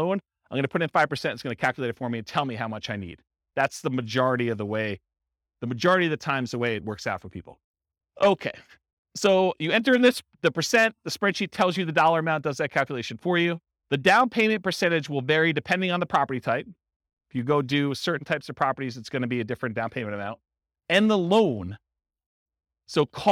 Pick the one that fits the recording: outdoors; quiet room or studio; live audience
live audience